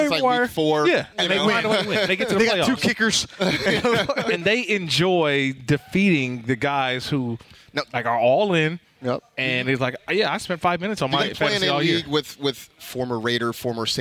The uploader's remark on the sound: live from Hollywood Park Casino getting ready for the ESPN 710 Fantasy Football Draft Party!